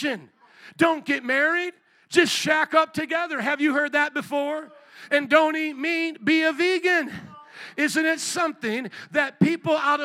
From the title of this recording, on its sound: Jesus Is God Conference, Sunday 9am Service